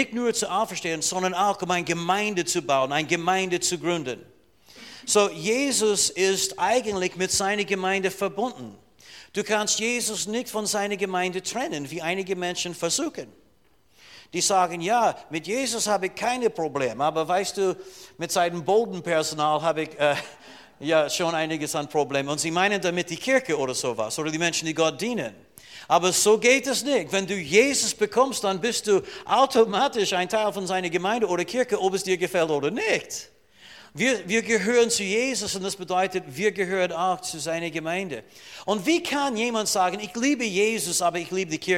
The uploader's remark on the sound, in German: Diese Botschaft wurde in der Freien Christengemeinde Rohrbach aufgenommen.